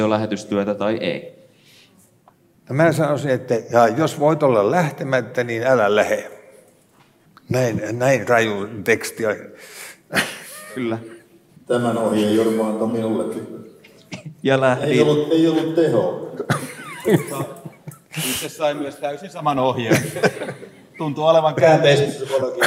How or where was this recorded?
live audience